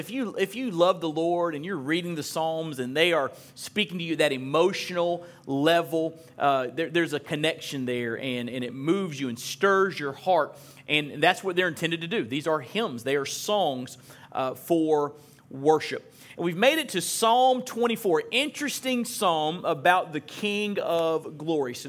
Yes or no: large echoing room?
yes